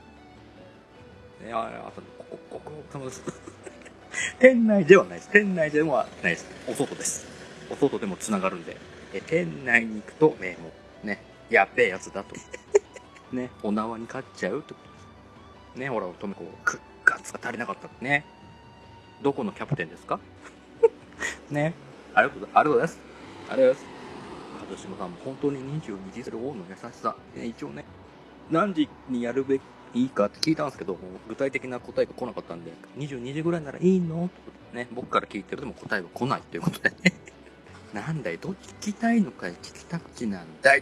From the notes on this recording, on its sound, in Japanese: 復活のツイキャスです。諸都合で外での収録だったため、車の通る音なども聞こえますがご容赦ください。